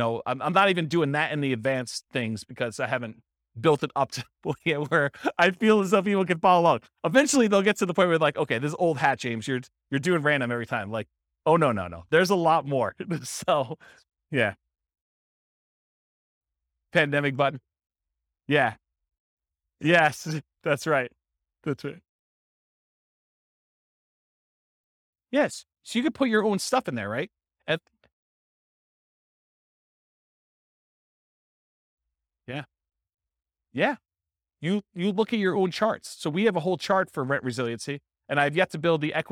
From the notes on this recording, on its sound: This was a live class recorded